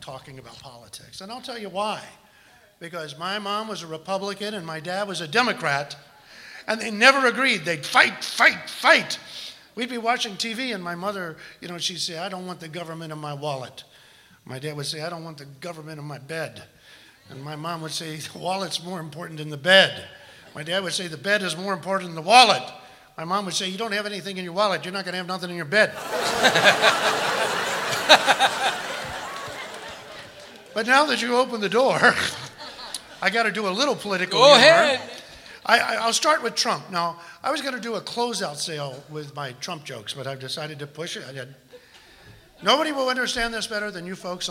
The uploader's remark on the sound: Live at the Southpoint Casino